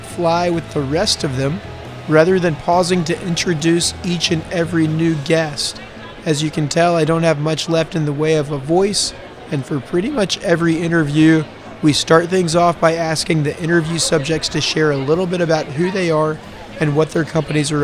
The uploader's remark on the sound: TechCrunch Disrupt NY. 3Pillar was a sponsor of this year's conference, so we had a prime location on the showroom floor.